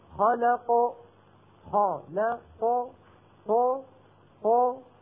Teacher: عم يبتعد فقط مخرج القاف، طرفا مخرج القاف، أما الفكان فلا يبتعدان